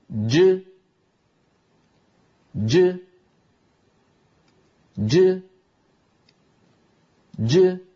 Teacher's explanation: بداية الجيم مخرج مقفول تماما لأن الصوت شديد؟ فلما يبتعد اللسان، وسط اللسان يبتعد، فإن الصوت يتابع طريقه إلى خارج الفم. · Term: جيم مقلقلة